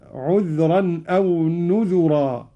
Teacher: قرأ قالون بضم الذال هكذا